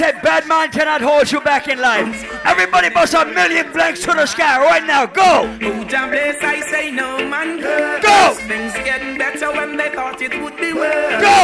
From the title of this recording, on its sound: LIVE AT ISLAND SATURDAYS ON 9/22